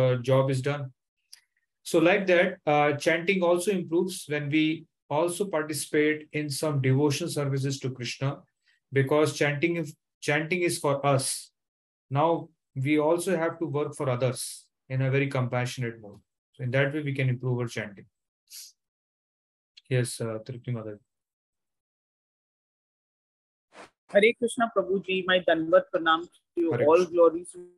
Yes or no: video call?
yes